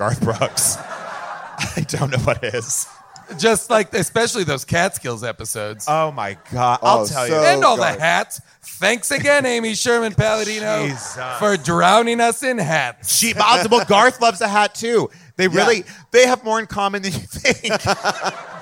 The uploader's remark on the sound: LIVE from Largo in Los Angeles